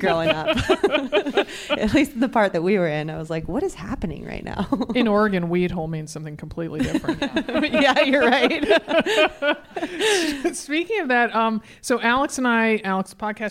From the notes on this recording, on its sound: in front of an audience in beautiful Bend, Oregon.